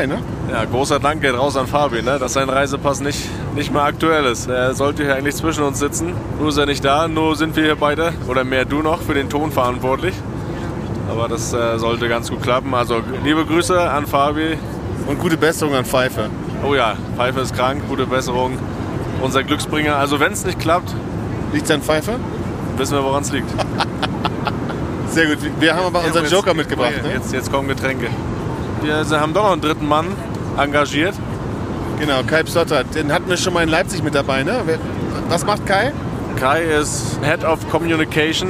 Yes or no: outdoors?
yes